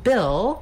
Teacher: we have the vowel ih, which is a lax high front vowel.